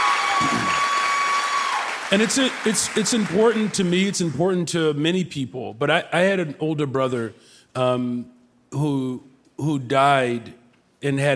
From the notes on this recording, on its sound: (Live from Chicago!). Live from the beautiful Vic Theater.